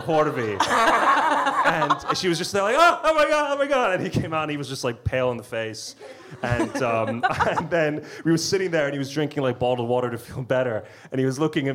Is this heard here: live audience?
yes